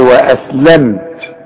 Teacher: اذا الميم دي بقفل فيها شفايفي وما غنش، ما قولش واسلمت، لا قولي واسلمت. · Term: الاظهار